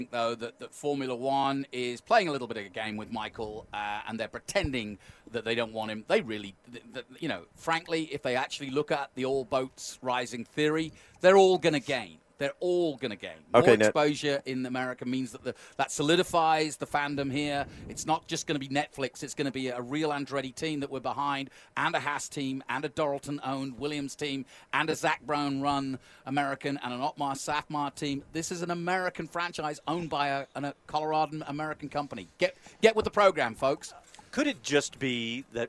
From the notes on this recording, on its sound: Speed City is live from the Miami Grand Prix! Post race thoughts and analysis from the booth in Miami. Sound from the paddock.